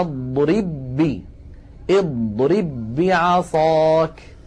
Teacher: نطبق الشفتين على الباء الأولى ونفتحهما على الباء الثانية · Term: باء واحدة مشددة